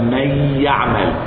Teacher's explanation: النون دخلت في الياء وسابت غنتها. ايوه دي مش غنة الياء، لان الياء ما بتغنش، انما دي غنة النون. · Term: ادغام بغنة ناقص